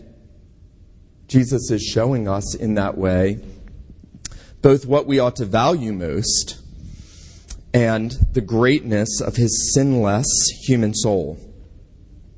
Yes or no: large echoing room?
yes